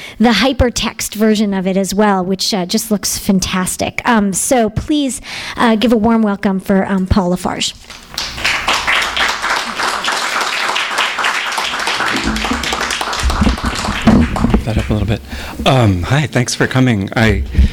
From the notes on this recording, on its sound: THIS EVENT WAS RECORDED LIVE AT SKYLIGHT BOOKS